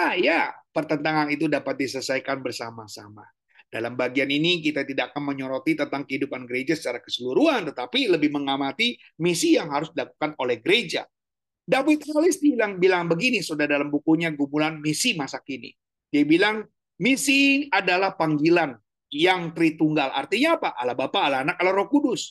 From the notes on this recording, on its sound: Audio Zoominar.